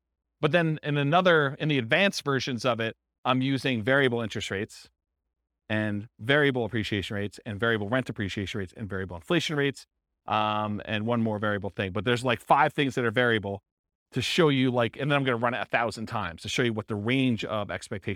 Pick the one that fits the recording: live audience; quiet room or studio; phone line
live audience